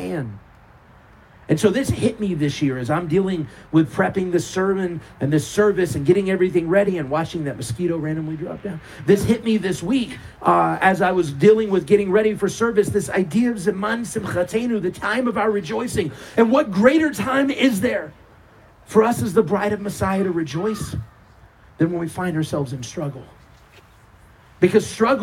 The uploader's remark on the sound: Our service under our giant Sukkah on the CMC property. This was an outdoor service, so please forgive any random noises such as traffic going by.